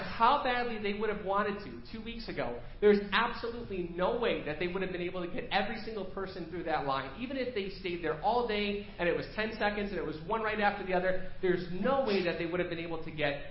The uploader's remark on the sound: Preached at First Baptist Church of Hazel Park